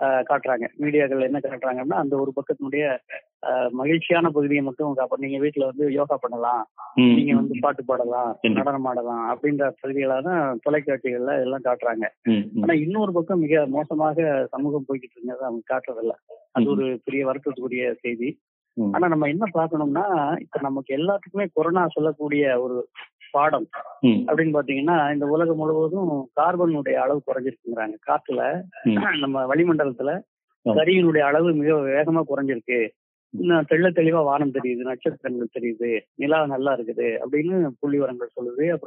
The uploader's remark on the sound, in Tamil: ஓர் தொலைபேசி நேர்காணல். ஒரு தொலைபேசி நேர்காணல்.